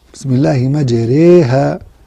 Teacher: آخر حالة من الحالات التي ترقق فيها الراء، الراء الممالة في كلمة بسم الله مجريها ري، فالإمالة ترقق الراء